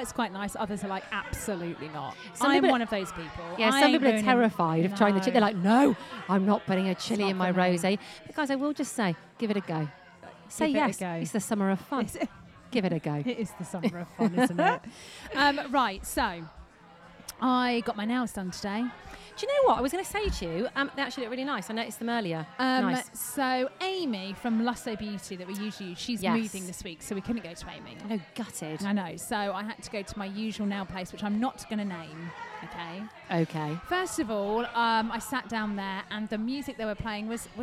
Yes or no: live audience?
yes